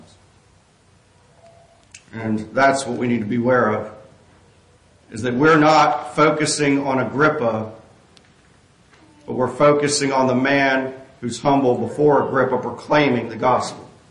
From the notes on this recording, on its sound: This sermon was preached on November 5, 2023 at Catherine Lake Baptist Church